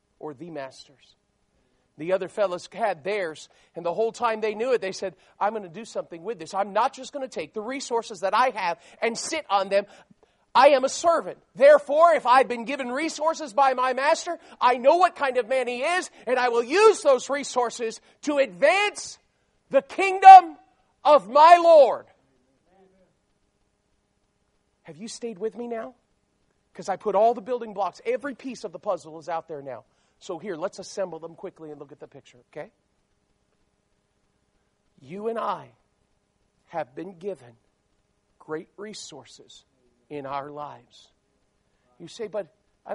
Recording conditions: large echoing room